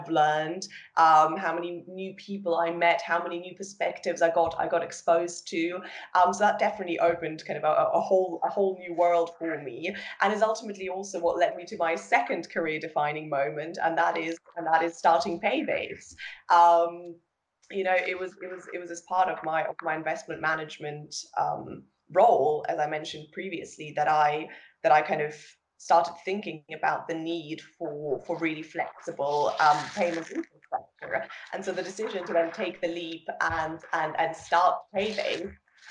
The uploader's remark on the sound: joined over Skype